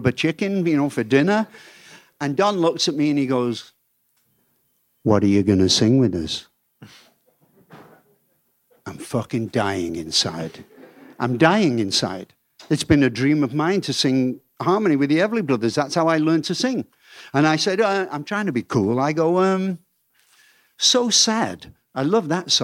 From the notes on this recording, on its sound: This episode was recorded in front of a live audience at Atlantic Records.